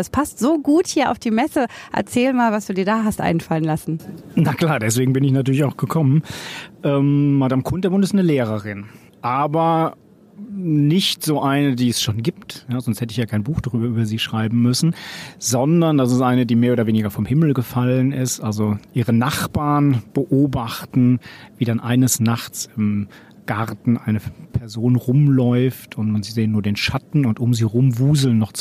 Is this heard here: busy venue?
yes